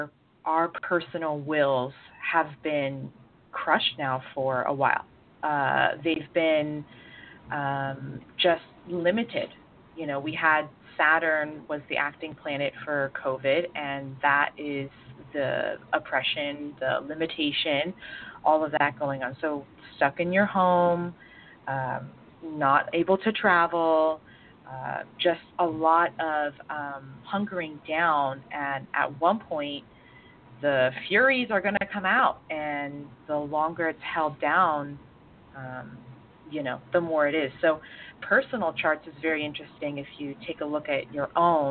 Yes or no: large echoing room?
no